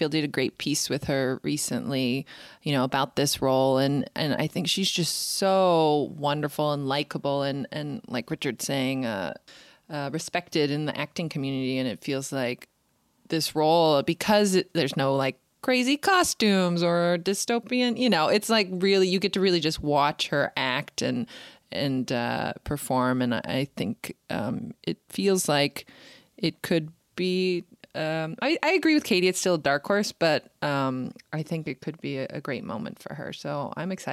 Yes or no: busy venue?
no